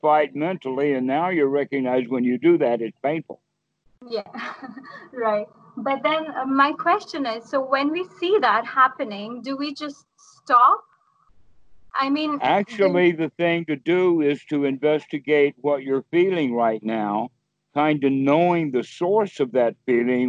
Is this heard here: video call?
yes